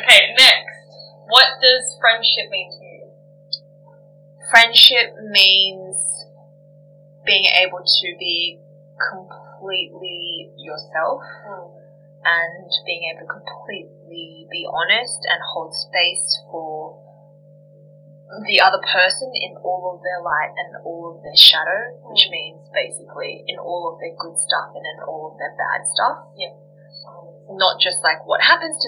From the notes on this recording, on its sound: Please excuse the audio quality while I try to navigate the world of audio editing ...